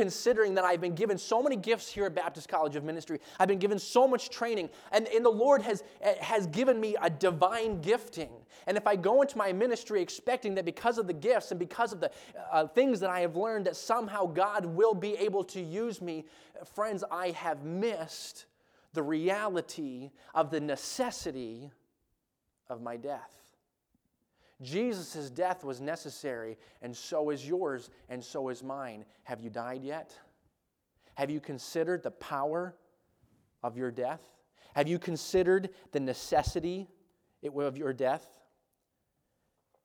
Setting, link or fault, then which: setting, large echoing room